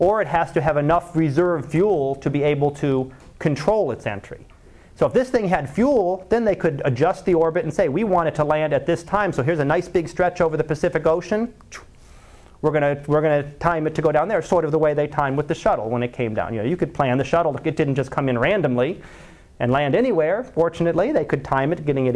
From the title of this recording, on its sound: Live Class Lecture